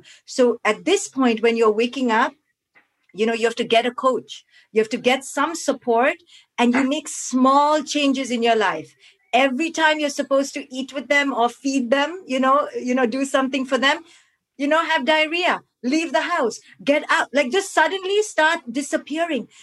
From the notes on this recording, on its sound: On this live call. Live bonus Q&A session.